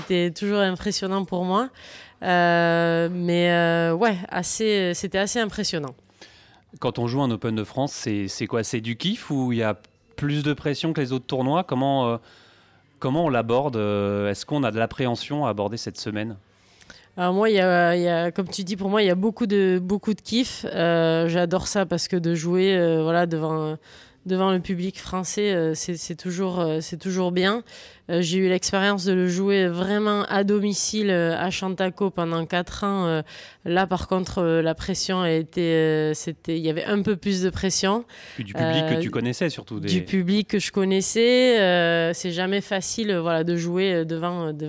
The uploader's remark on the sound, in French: Cette semaine Swing est en direct de Deauville où se déroule cette semaine le Lacoste Ladies Open de France.